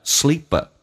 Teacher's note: T 不用发音， sleep 跟 a 有一个零叫 sleeper. P 要浊化成 B 叫 sleeper